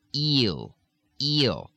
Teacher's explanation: If you have E-L, not the letter E, but the sound E, eel, eel, in a really harsh Chicago-Detroit sort of sound, it's going to come out a little bit closer to ill. So, I feel it, that's real nice, that's real nice.